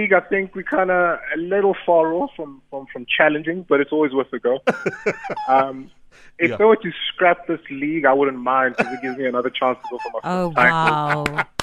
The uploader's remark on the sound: PHONE INTERVIEW